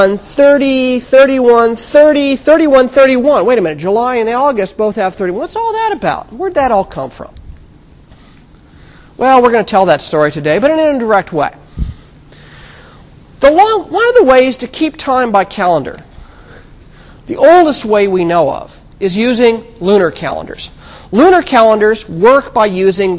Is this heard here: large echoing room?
yes